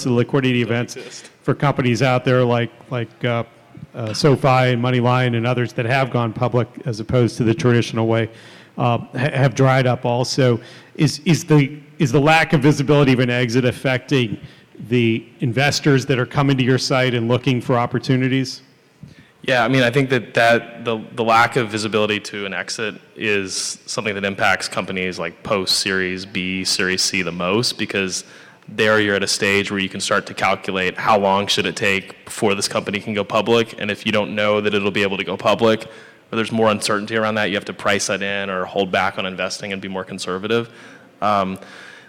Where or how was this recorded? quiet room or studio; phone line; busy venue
busy venue